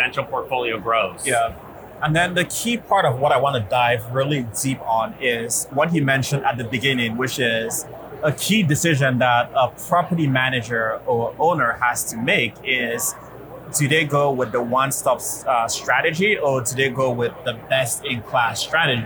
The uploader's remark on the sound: LIVE at Optech